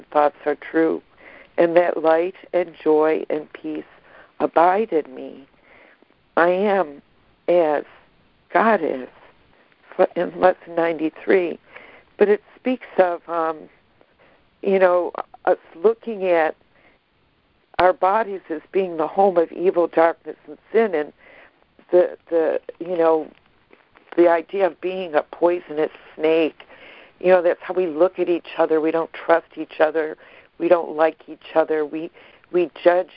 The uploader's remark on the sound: ACIM Daily Conference Call.